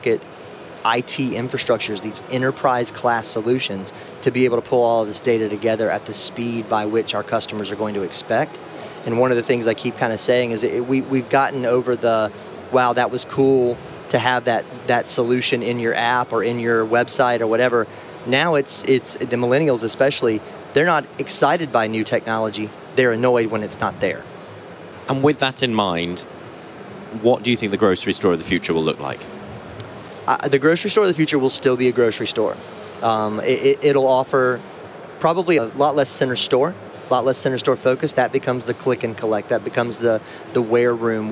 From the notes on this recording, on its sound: recorded at NRF Big Show 2018